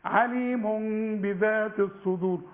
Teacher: نقلب التنوين عليم عليم نقول عليم. يبقى في تنوين وبعد التنوين باء يحصل له قلبة ونخفي ونغن